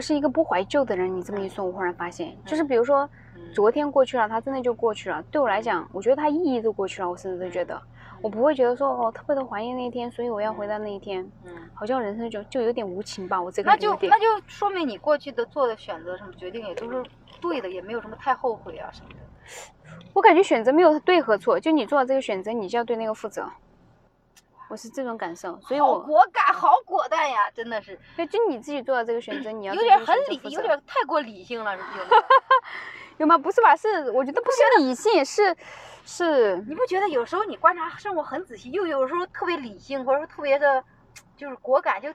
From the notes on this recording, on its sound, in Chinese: 这期是边开车边闲聊，音质稍微有点一般，见谅